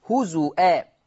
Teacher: قرأ ورش بثبوت الهمز في لفظ هزوا